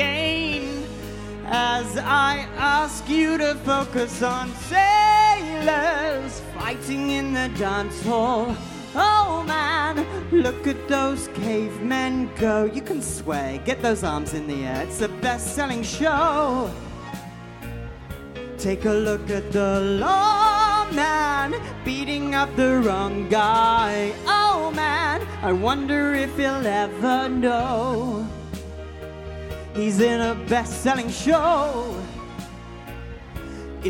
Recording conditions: live audience